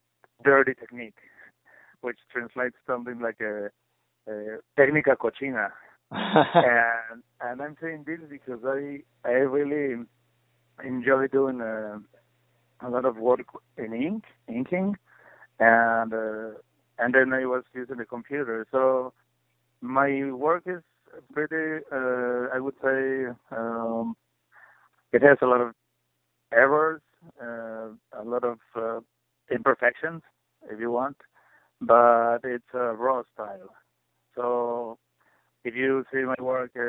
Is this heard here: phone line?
yes